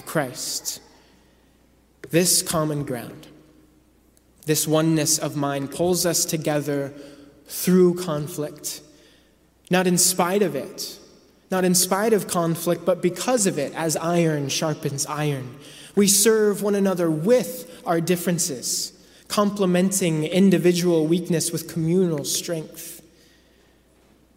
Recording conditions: large echoing room